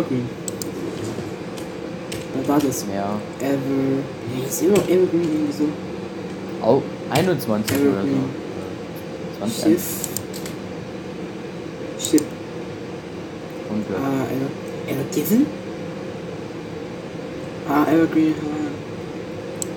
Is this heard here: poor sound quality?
yes